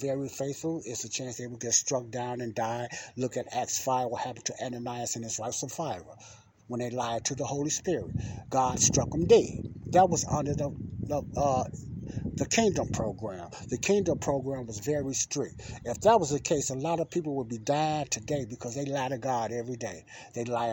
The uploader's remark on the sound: this is my outside talk